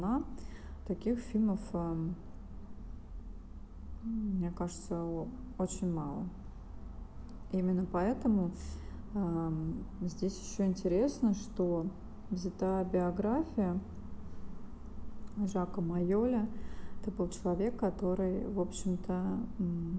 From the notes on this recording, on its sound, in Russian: Извиняюсь за звук стройки на заднем плане.